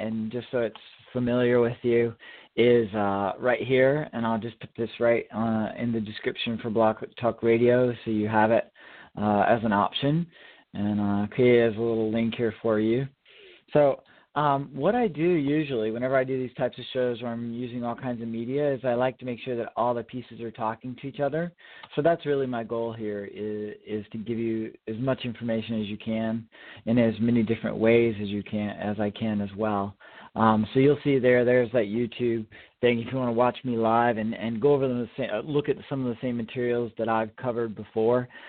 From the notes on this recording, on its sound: Call in questions